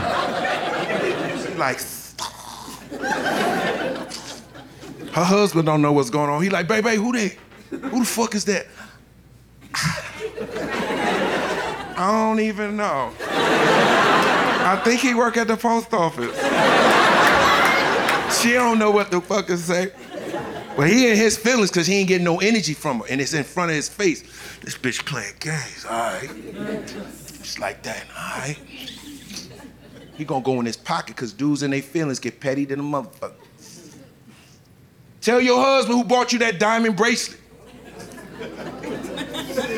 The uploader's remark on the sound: Live from Tribeca